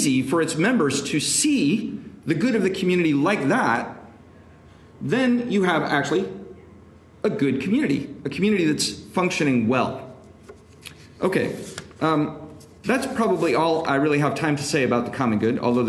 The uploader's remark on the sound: This lecture was given on October 27, 2023, at the Thomistic Institute in DC, on Capitol Hill